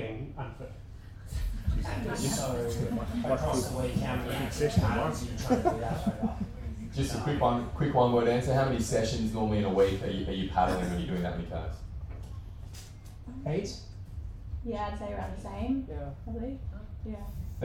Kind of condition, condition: fault, poor sound quality